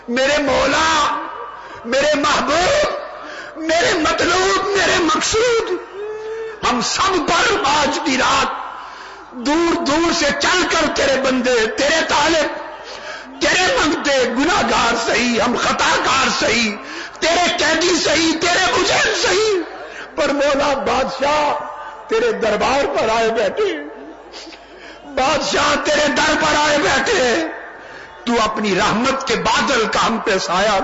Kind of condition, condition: setting, live audience